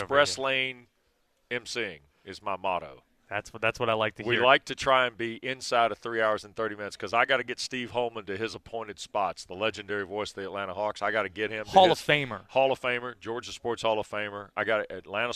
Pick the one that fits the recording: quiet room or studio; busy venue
busy venue